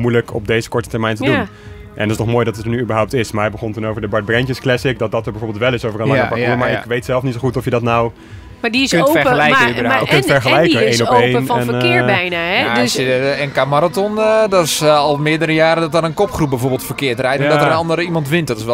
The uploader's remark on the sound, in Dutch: Live vanuit Epe bij het eerste officiële NK Gravel